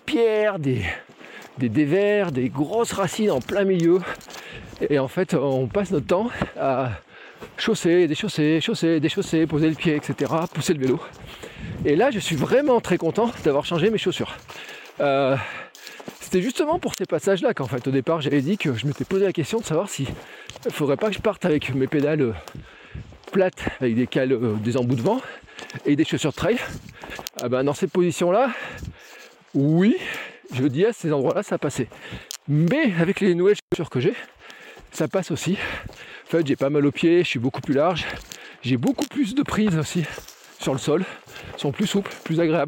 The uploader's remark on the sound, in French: mon tout premier Gravelman en live depuis le vélo